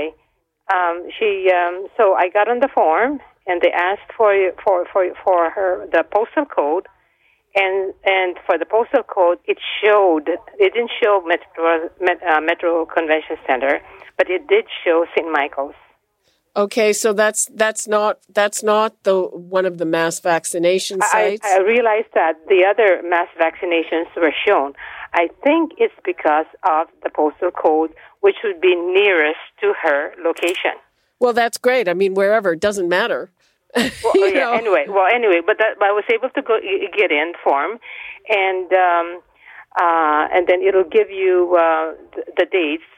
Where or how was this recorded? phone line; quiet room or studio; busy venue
phone line